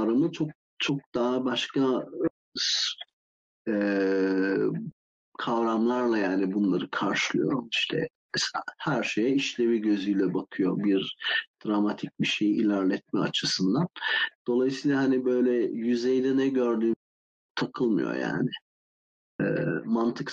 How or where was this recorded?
video call